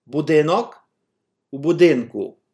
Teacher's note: Locative with the preposition v, u. Stress pattern A. Stress remains on the same vowel.